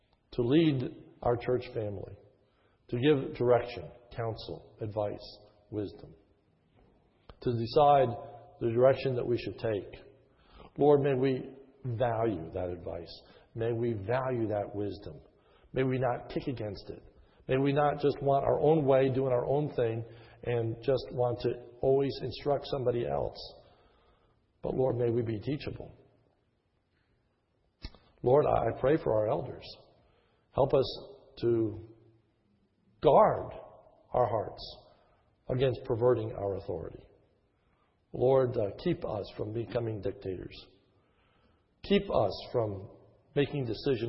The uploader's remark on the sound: This is a sermon recorded at the Lebanon Bible Fellowship Church, in Lebanon, PA, on 9/4/2011 during the morning service. Was given on the occasion of installing a new Elder.